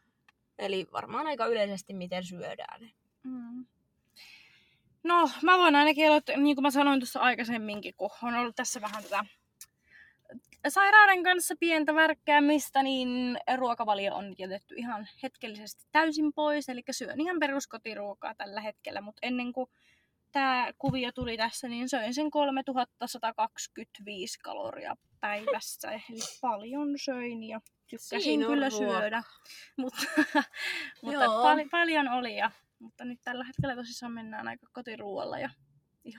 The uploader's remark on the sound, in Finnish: Ettei jaksosta spesiaali puutu on tämä äänitetty autossa.